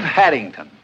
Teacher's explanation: You can flap your R's, and that happens in various kinds of English.